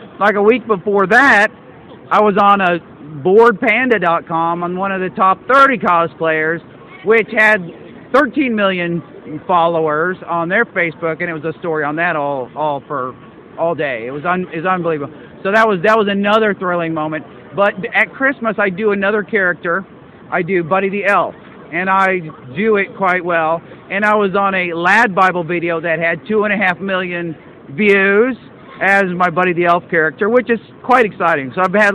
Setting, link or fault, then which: setting, busy venue